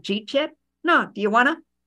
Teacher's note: what you heard is, Did you eat yet? No, do you want to? But it comes out Jeet